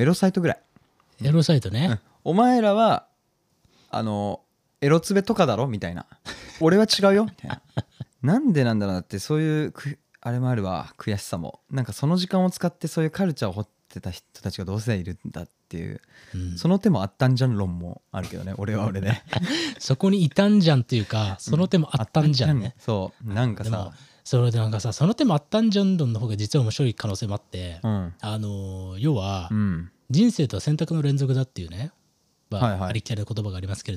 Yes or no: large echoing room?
no